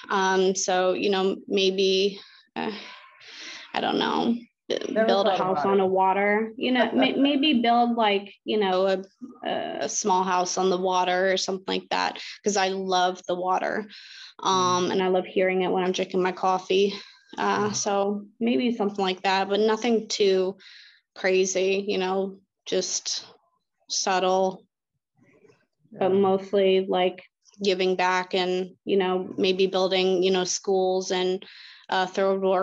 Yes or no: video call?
yes